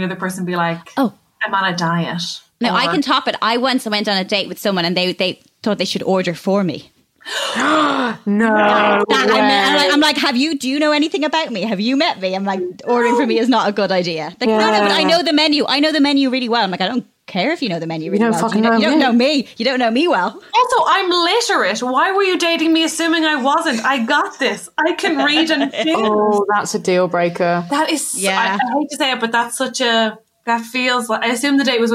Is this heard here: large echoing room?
no